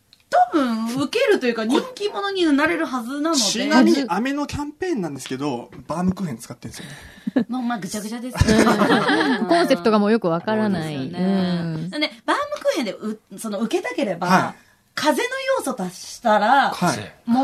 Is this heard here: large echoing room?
no